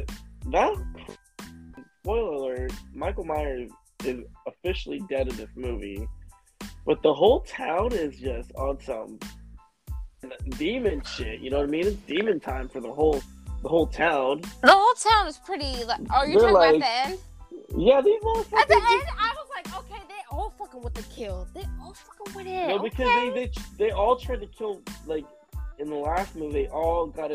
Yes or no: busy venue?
no